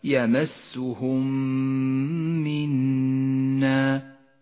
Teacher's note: ميم ساكنة جاء بعدها ميم متحركة بالإدغام تصيران ميما واحدة مشددة لونت بالأخضر لأنها تحتاج إلى غنة زمنها حركتان يمسهم منا حكم · Term: الإدغام الشفوي